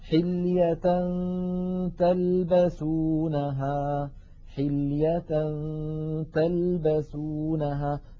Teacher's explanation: فننتقل من التاء من كلمة حلية تاء إلى غنة، وقد هيئ الفم إلى قرب مخرج التاء، فإذا انتهى زمن الغنة نطقنا التاء · Term: الإخفاء